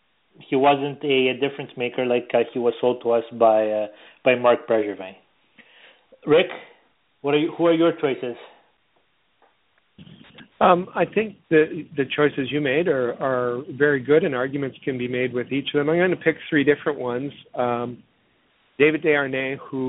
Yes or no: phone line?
yes